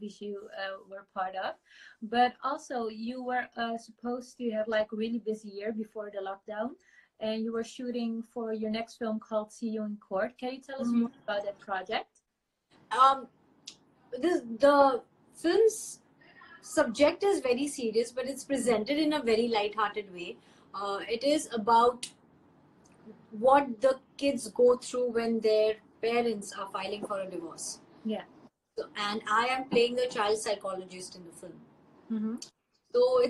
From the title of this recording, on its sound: Instagram Live